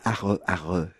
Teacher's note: les « arre, arre » qui viennent du fond de la gorge comme les pleurs